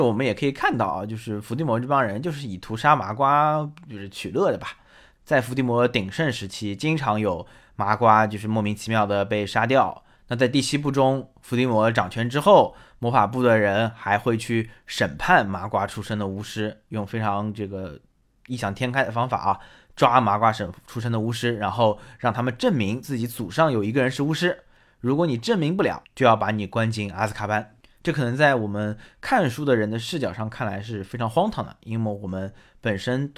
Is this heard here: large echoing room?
no